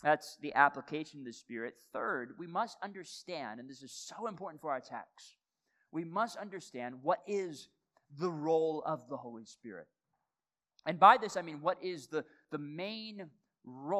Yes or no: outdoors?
no